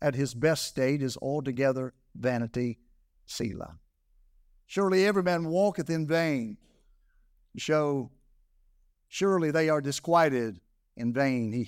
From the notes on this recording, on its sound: This message was delivered on November 26, 2023, during the morning service.